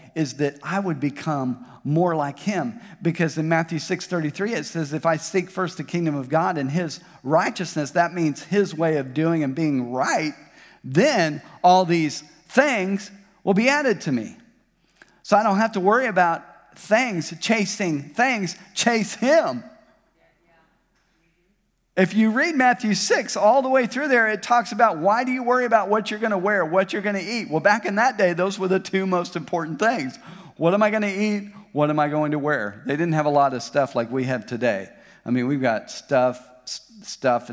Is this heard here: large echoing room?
yes